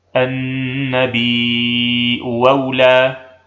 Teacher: نبدل الثانية واوا خالصة مفتوحة فتصير: النبيء أولى.